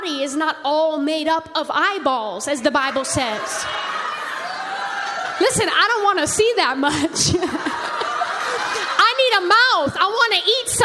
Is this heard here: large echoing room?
yes